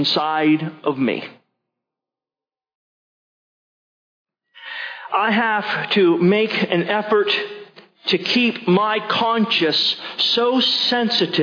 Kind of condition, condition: setting, large echoing room